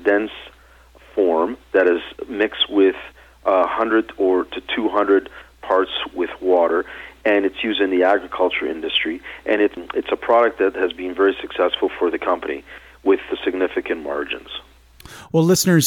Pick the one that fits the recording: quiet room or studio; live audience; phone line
phone line